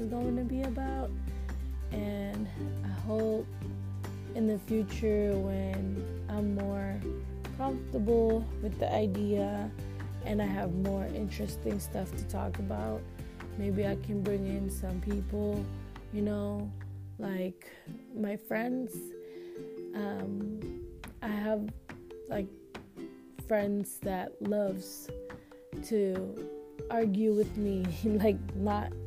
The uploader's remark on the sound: sorry for the “ztztzt” noise im using my earphones thats why but its only going to be for this episode